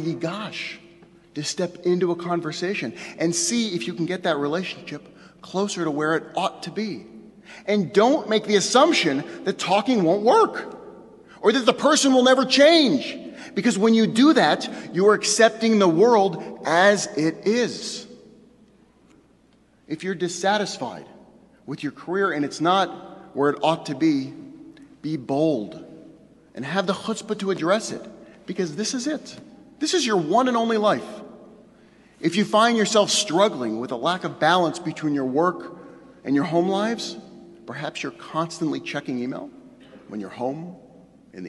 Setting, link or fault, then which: setting, large echoing room